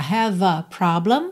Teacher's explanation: Aqui have com a, você já junta, have a problem